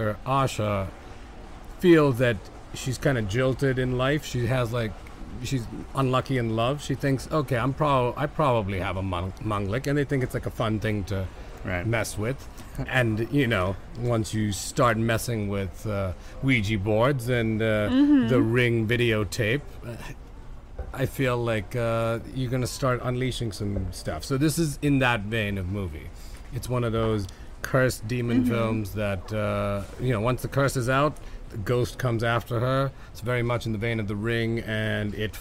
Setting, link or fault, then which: setting, busy venue